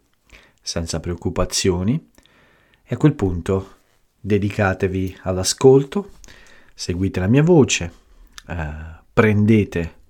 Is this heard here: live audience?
no